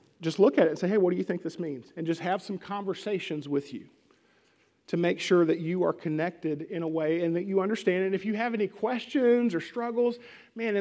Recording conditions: large echoing room